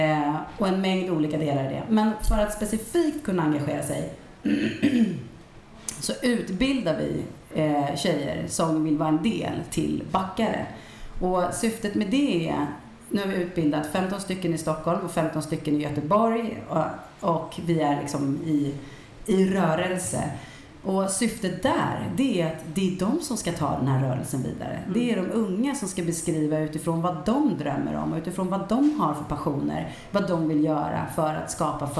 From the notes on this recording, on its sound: Live Almedalen. I livesändning från Aktuell Hållbarhets Arena.